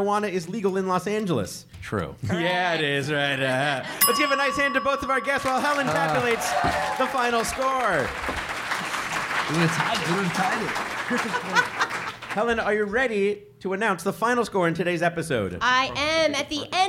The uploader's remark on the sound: The show is recorded at Caveat in New York City. It's the first episode of Go Fact Yourself recorded in New York! The show is recorded at Caveat in New York City.